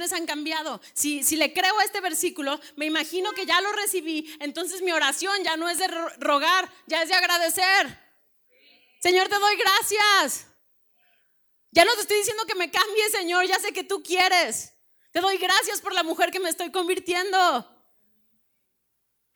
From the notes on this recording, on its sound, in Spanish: Predica grabada en el Desayuno Entre Amigas - Feb 2020